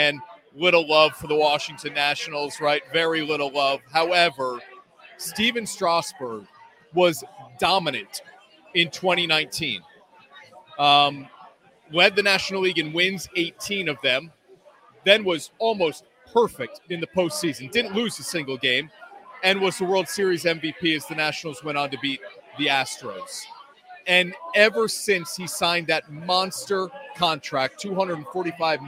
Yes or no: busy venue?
yes